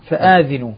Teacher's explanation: فآذنوا الهمزة مدها والذال كسرها.